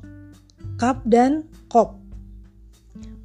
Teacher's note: Asal keluarnya adalah dari pangkal lidah